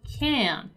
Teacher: Let's just remember that in American English, the letter T is not going to be pronounced and that the letter N is going to end abruptly